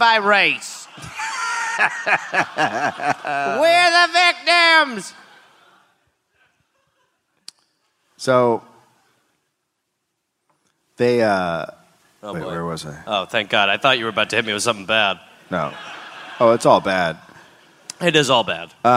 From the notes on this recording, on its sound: Recorded live in Dallas, Texas.